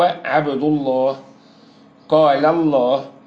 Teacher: وفخم اللام من اسم الجلالة بعد الفتح والضم